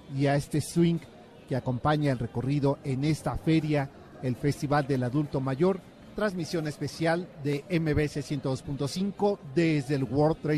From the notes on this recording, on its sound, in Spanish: Escucha la transmisión desde El Festival del Adulto Mayor en el WTC de la Ciudad de México.